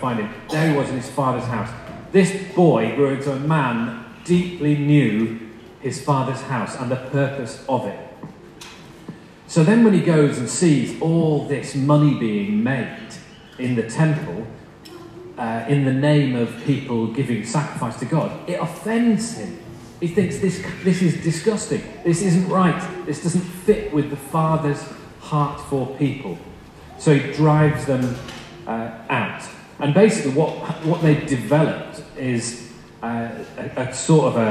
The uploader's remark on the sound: Sorry, the quality of the recording of this talk is poor.